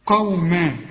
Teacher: قوما إذا وقفت كل فتحتين يدوك ألف كاملة